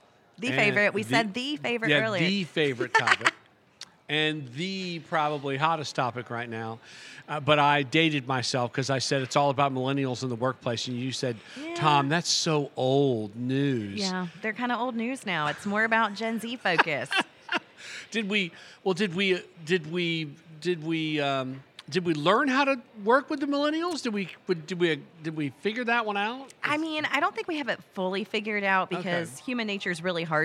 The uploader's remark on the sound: This and the following segments were recorded at this year’s annual JMI Small Business Leadership Conference hosted at Loews Sapphire Falls Resort . This and the following segments were recorded at this year’s annual JMI Small Business Leadership Conference hosted at Loews Sapphire Falls Resort .